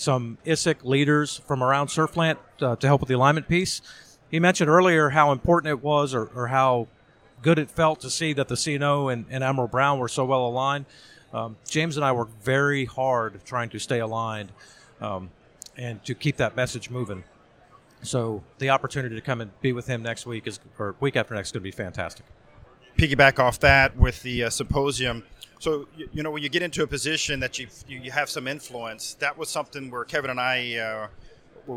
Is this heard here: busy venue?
yes